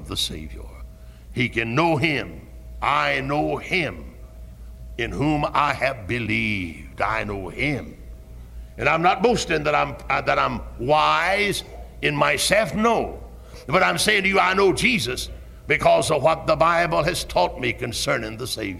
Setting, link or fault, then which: setting, large echoing room